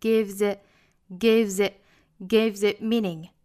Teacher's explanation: 后面的 give 加上了 s，应该读成一个浊音的 gives，再和后面的 it 连读